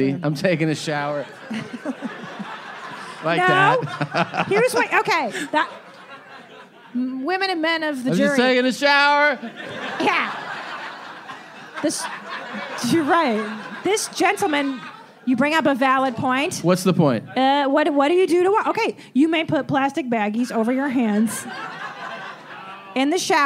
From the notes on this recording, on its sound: LIVE From West Palm Beacb. This live episode. It was after all recorded in Breast Balls Beach, Florida.